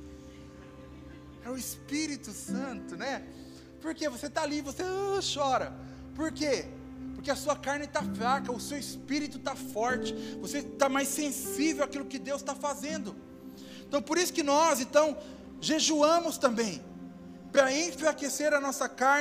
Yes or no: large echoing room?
yes